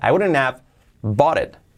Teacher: incluso la H se puede también saltar